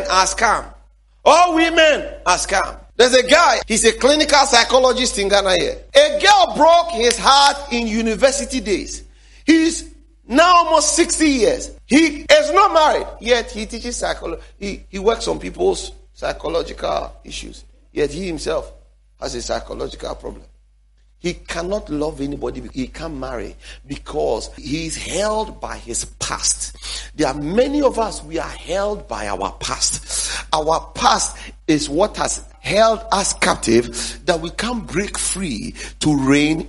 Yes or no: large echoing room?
yes